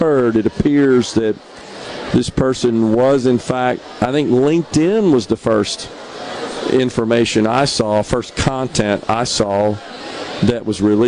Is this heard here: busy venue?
yes